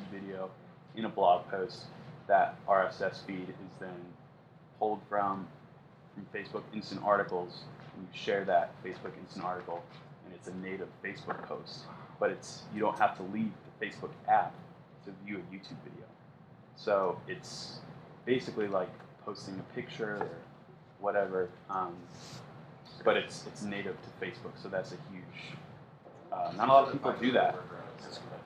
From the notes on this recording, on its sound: This recording is of our live Q&amp;A with the OIART students. This recording is of our live Q&A with the OIART students and features a panel of YouTubers.